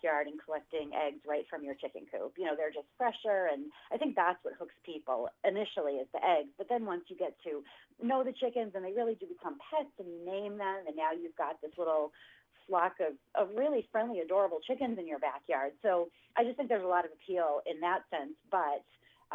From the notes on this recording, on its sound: takes your phone calls